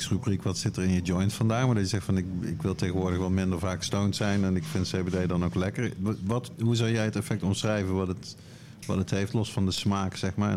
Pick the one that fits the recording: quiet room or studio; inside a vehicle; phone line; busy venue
busy venue